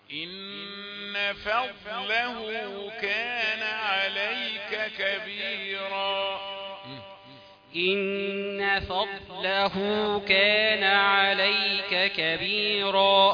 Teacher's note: الفاء حرف رقيق، ضاد حرف فخم. إن فضله ما جاتش لما بقرأ بسرعة، أهدي القراءة شوي، أهدي السرعة شوي.